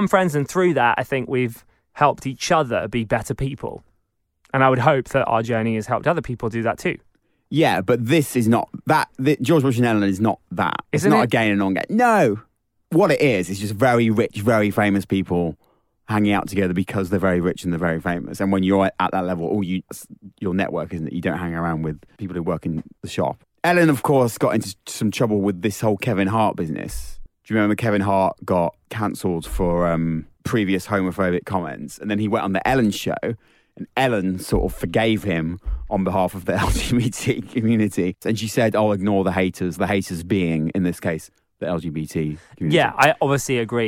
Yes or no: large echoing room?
no